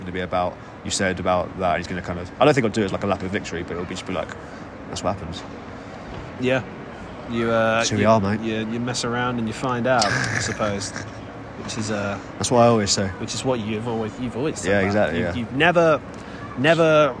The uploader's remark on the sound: From the Tottenham Hotspur Stadium.